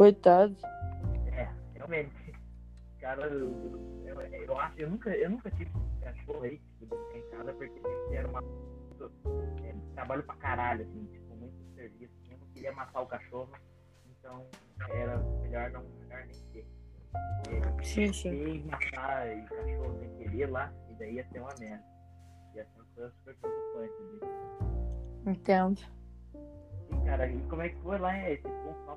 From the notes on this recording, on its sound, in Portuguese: Assuntos polêmicos com um áudio merda.